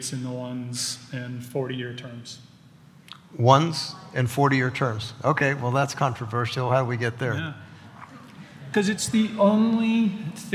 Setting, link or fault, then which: setting, live audience